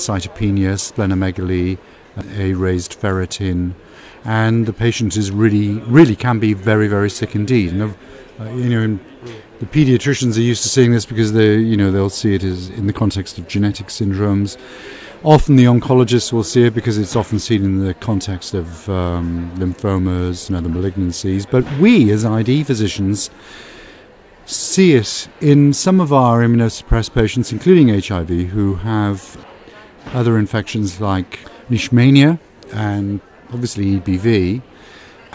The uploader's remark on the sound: Live from ECCMID 2023.